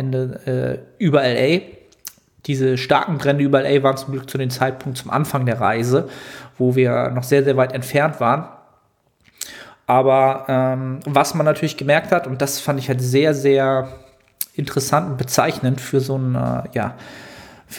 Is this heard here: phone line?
no